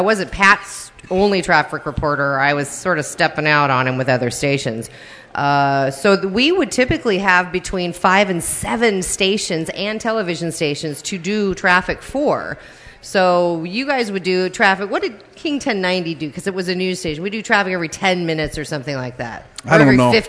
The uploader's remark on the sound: Part 2 of the live 100th Episode Taping Party